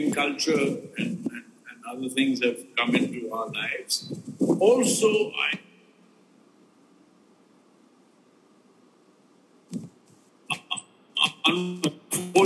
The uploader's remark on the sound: Apologies for the sound quality